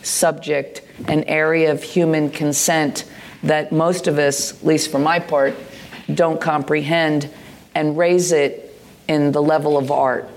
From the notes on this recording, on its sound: At a sold-out 600 capacity venue, the crowd eagerly await this live In Conversation